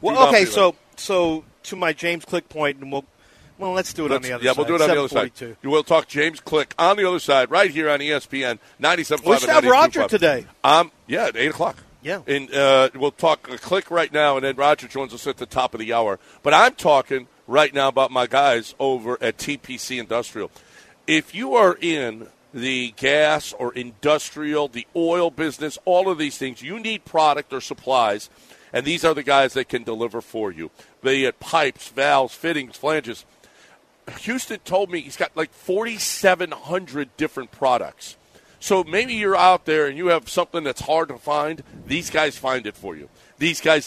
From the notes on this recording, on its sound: Live from East River 9